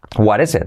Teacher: al unirlo queda what is it, la T se convierte en R suave